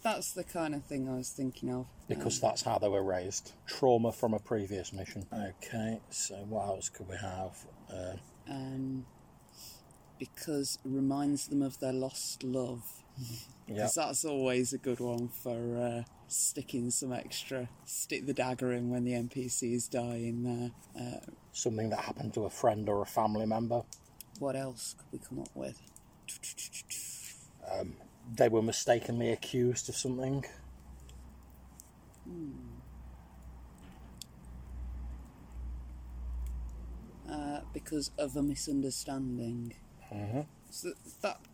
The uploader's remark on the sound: we're out by a campfire in our back garden